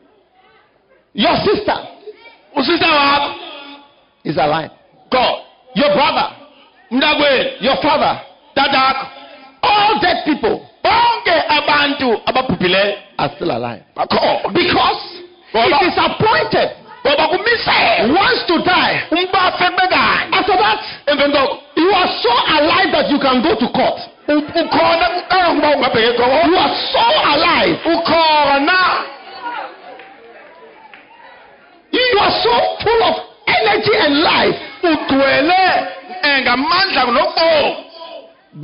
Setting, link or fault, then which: setting, live audience